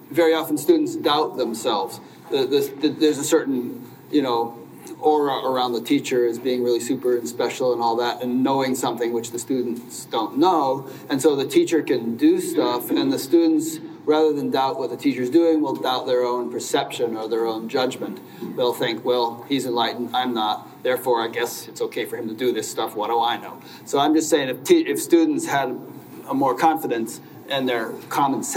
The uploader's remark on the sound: Panel Discussion at the Science and Nonduality Conference